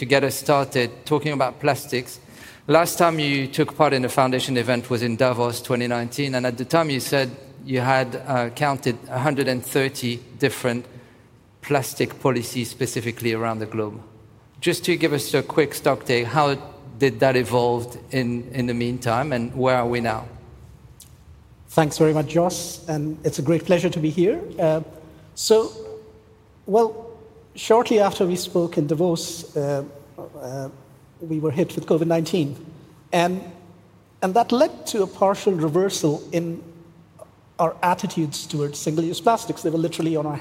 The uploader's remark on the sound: Recorded at Summit 22 — the Foundation's flagship annual event. This is third in a series of podcast episodes recorded at Summit 22 — the Foundation's flagship annual event — which brought together business leaders, policymakers, innovators, and global changemakers.